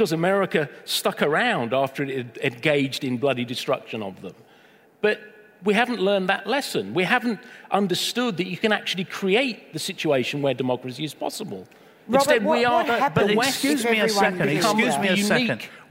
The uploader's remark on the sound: Recorded live at the Melbourne Writers Festival.